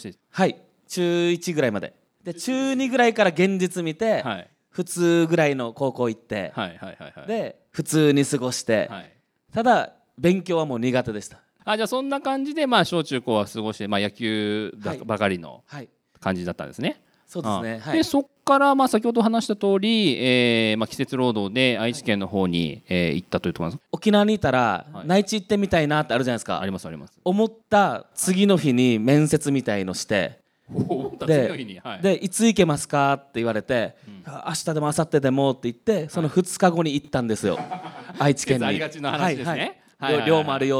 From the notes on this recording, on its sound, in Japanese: 公開収録として行われた爆笑トークの模様をお送りします。